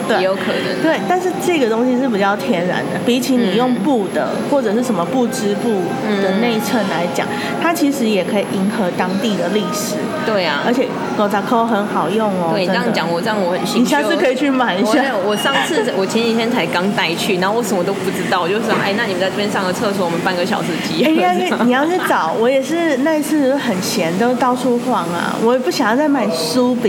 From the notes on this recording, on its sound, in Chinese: 這次錄音在「咖萃」咖啡店裡面錄製的，所以背景音會比較大聲一點，相對也自然啦。這是一家在台中永豐棧酒店旁邊的咖啡店。